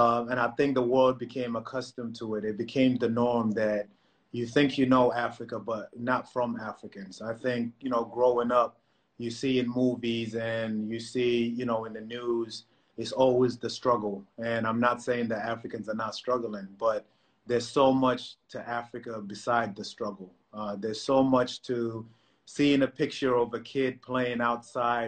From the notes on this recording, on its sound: Whilst the world is locked down during the coronavirus pandemic.